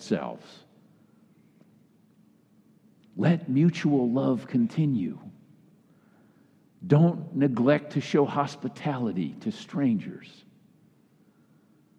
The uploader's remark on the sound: Kick Off Sunday message delivered during the Traditional Worship service.